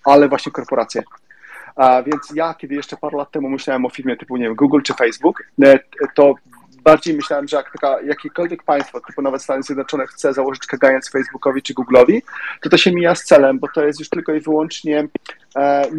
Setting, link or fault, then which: link, video call